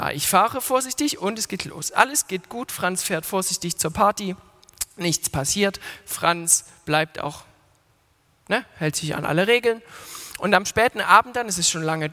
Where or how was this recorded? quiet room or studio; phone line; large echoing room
large echoing room